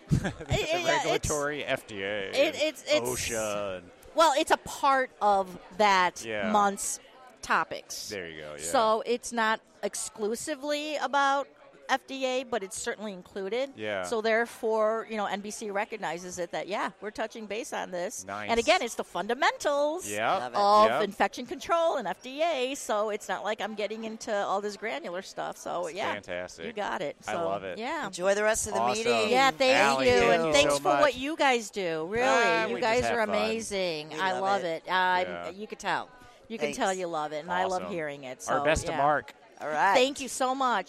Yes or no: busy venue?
yes